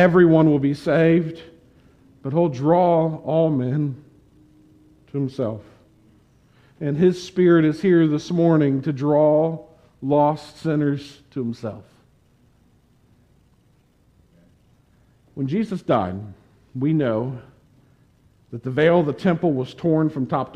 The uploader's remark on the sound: Preached this sermon on September 19, 2021 at the Tarrant Bible Methodist Church. Preached this sermon on September 19, 2021 at the Tarrant Bible Methodist Church.